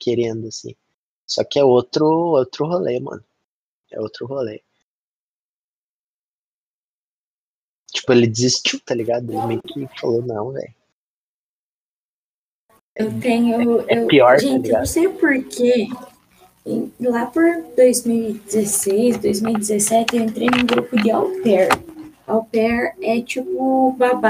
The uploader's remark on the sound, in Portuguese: Teste de gravação 06/04 com o Discord. Teste de gravação 06/04 com o Discord.